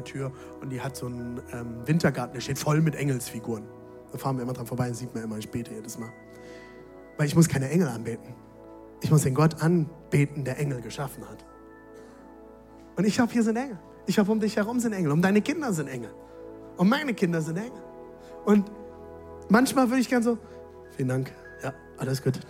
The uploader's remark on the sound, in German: Audiomitschnitt der Predigt